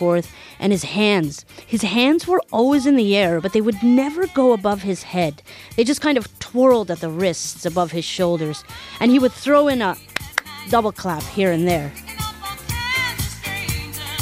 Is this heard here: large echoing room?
no